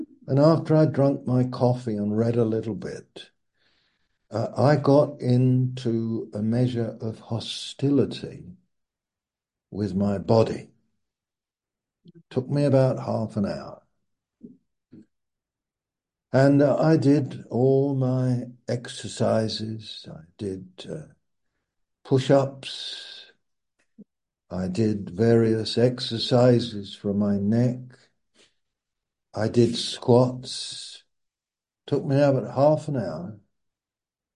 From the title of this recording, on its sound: Malaysia Meets (Zoom)